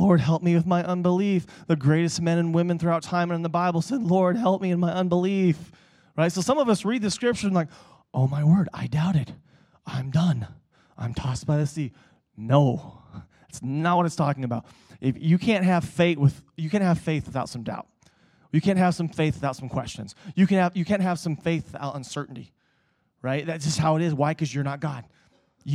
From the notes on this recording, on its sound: Preached at Emmaus Church on Sunday, November 10th, 2019.